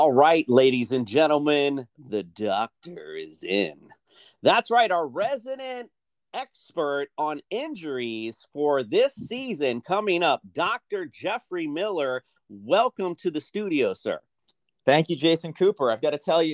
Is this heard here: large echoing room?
no